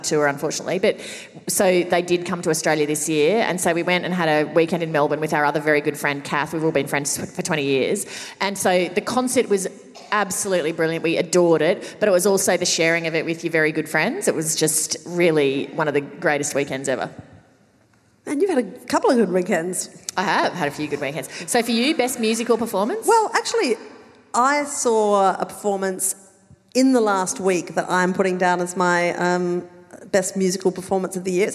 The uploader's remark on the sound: Recorded live at Llewellyn Hall, ANU.